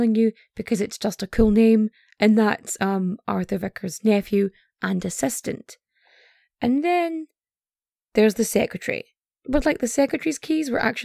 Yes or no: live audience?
no